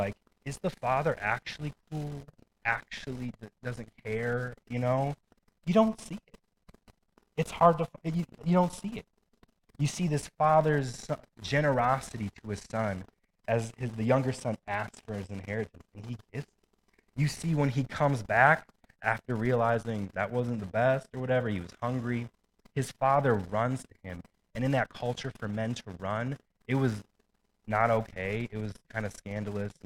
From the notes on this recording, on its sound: We are having issues with the sound quality of our live stream